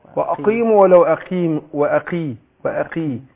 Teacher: القاف المكسورة تاخد أدنى درجات تفخيم